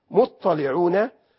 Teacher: عايز يفخم ويعظم العذاب، فيقول له أنت هتطلع على شيء خطير وعذاب أليم، فحول التاء المرققة إلى طاء مفخمة